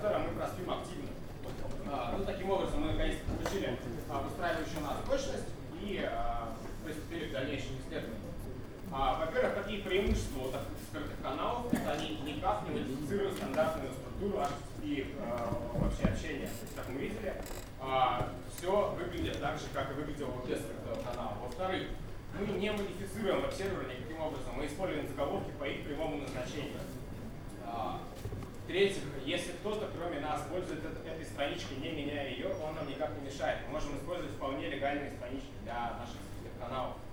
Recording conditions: live audience